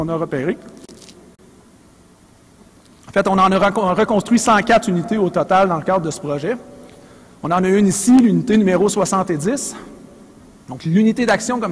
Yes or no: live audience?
yes